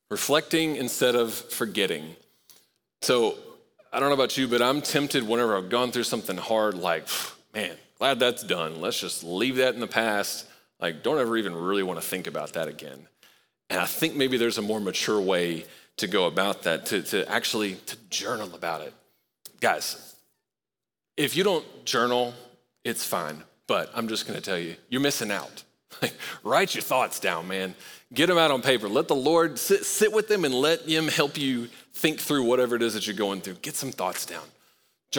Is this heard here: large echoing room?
yes